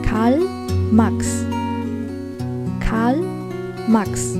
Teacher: 这里边两个啊都是短音，而且要注意念 Karl 的时候，L，舌尖要顶到你的上牙膛